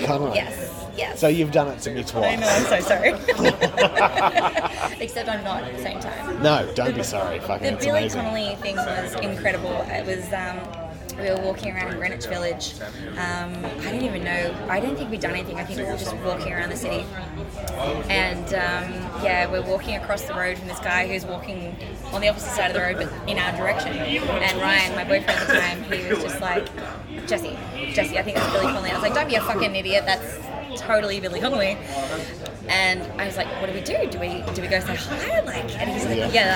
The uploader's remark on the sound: There is a lot of background noise, which gets louder as the episode progresses.